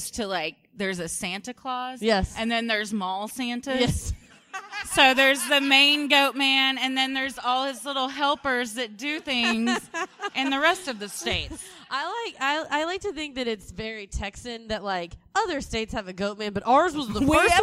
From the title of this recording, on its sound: (LIVE SHOW)